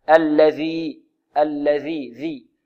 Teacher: الذال هنا معجمة، لابد من إخراج الذال هنا من طرف اللسان مع ما يحاذيه من أطراف الثنايا العليا. الذي، الذي، ذي، واضح يا طلبة؟